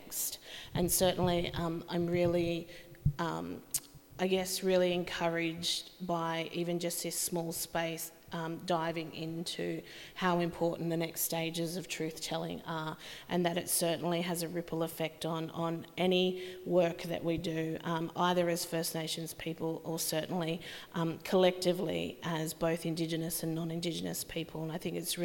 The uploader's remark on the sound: Presented by NORPA in partnership with Southern Cross University and Koori Mail. This is a recording of a panel discussion as part of the Flow events program.